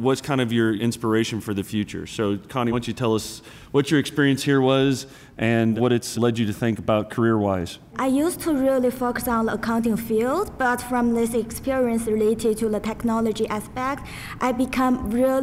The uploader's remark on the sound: Recorded live at SAP TechEd 2016 in Las Vegas.